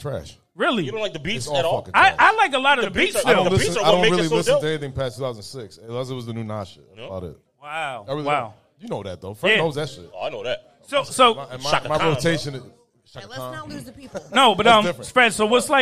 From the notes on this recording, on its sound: Live at Central Square, round 2.